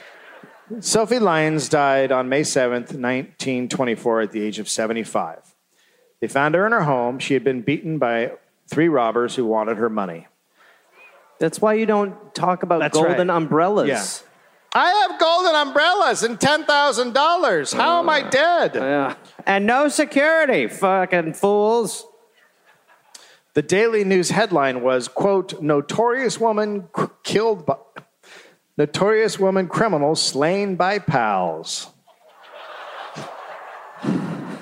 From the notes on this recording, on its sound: live in Detroit